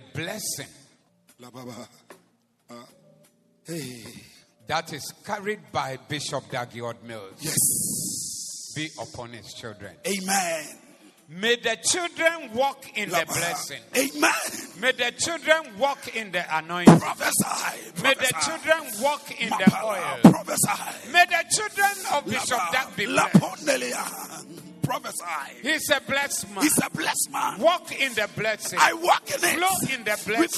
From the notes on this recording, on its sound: Preached at the Zeloo Service 14052023